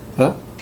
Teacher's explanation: there's a tiny bit of labial dental closure there, which, you know, if you really want, you can hear it as la.